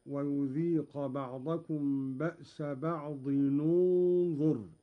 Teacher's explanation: قوله تعالى: ويذيق بعضكم بأس بعض، إذا وصلنا بعض بكلمة انظر، قرأ قالون بضم أولى الساكنين، وهو تنوين الضاد هكذا: ويذيق بعضكم بأس بعض ننظر.